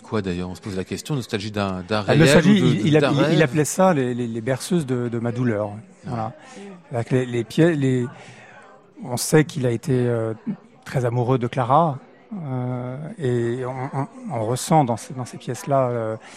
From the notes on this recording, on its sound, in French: En direct et en public depuis l'Hôtel Bedford ce soir